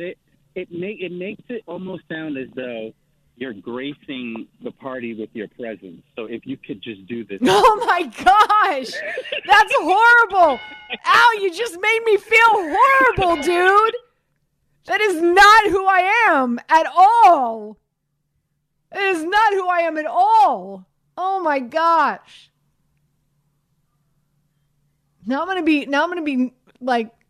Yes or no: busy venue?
no